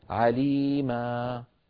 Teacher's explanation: والنوع الثالث من الكلمات المنونة أن تكون منونة تنوين نصب نحو عليما، ونحن نعلم بأن عليما يوقف عليها بمد العوض، يعني بحذف التنوين والتعويض عنه بألف